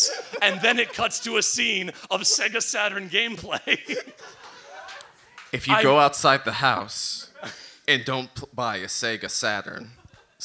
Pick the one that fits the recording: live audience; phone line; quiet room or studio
live audience